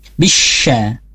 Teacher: Insanu bisha, di sini kita bertemu dengan shin yang bertasydid, ya, atau alif lam syamsiah, karena di sini kita bertemu dengan alif lam dan shin yang bertasydid, maka kita sempurnakan shinnya, yang kita ketahui mempunyai sifat tambahan yaitu tafashi